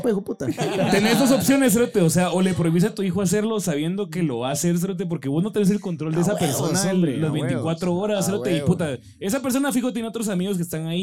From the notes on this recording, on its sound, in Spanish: el episodio de esta semana lo grabamos en vivo en Panorama Cuatro, restaurante en la Antigua Guatemala